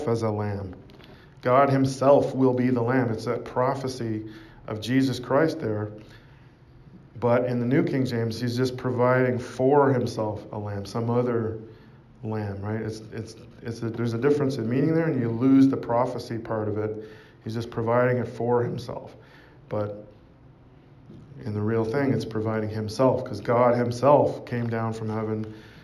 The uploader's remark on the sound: Preached at St Georges Manor, Toronto, Canada